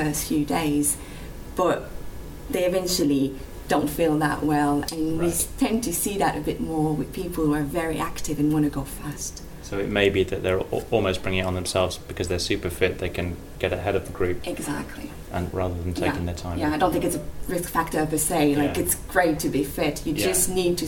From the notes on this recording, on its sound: Recorded at the 2014 British Cardiovascular Society meeting in Manchester.